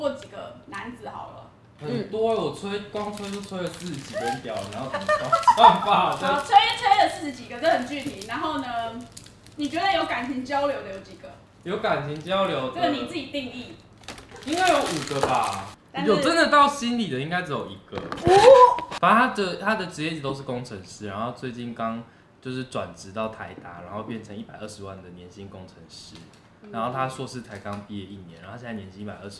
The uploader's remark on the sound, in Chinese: 本集節目邊吃晚餐邊錄音，有大量咀嚼聲請注意。